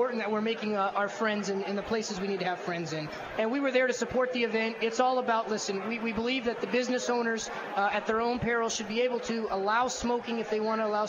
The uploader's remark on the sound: LIVE from Colorado Rocky Mountain Cigar Festival